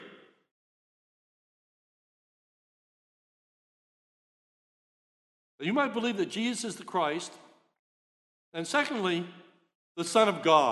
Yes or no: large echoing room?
yes